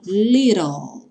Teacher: o T vai ter esse som do R. E o L vai encerrar o som, então, lá no céu da boca, porque o E final não é pronunciado.